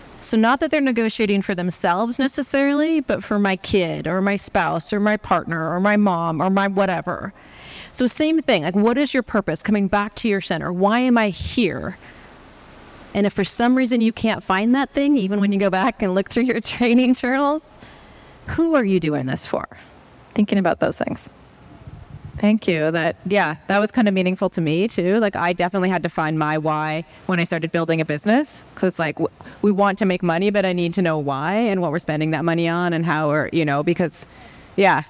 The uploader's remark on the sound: Live from the Vinfast IRONMAN World Championship. During a special educational session at the Vinfast IRONMAN World Championship, Feisty Media hosted a panel discussion on the main expo stage.